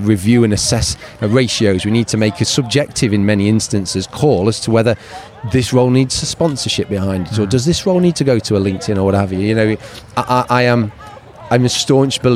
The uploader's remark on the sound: Spoke on The Hiring Without Boundaries stage at RecFest in London. We recorded the conversations backstage at the event.